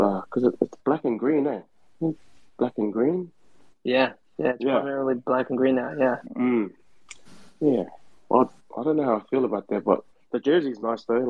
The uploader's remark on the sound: On this replay of Twitter Spaces' USA Rugby Happy Hour LIVE